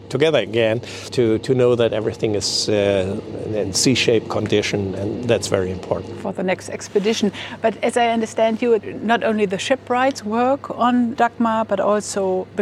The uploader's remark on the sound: The DAGAMR AAEN has been in the "C.j.Skibs-og Bådebyggeri" shipyard in Egernsund/Denmark for a good week. Made themselves comfortable UNDER the Dagmar Aaen for the recording of this podcast episode.